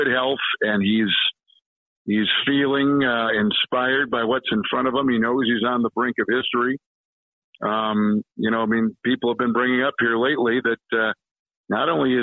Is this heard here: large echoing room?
no